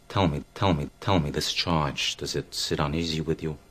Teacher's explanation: The tip of his tongue hits a different place, hits his teeth, which is characteristic of a New York accent.